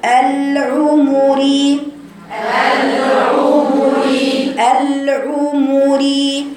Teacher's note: لازم تسمعي صوت الضمتين، ما تقوليش العمري، ده اسمها اختلاس في الحركات، يعني بتاكلي أزمنة الحركات.